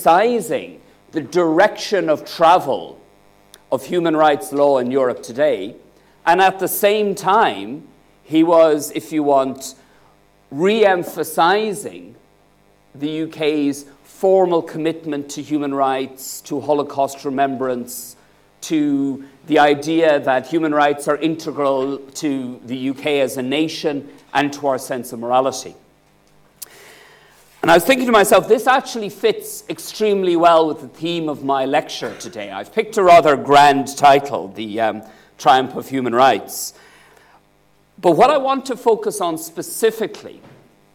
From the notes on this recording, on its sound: UCL Lunch Hour Lecture